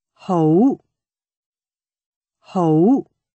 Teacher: High rising tone means good or nice.